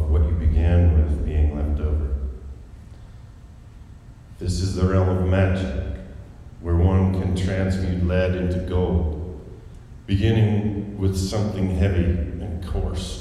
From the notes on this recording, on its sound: Recorded live at The Clubhouse in Salt Lake City, UT.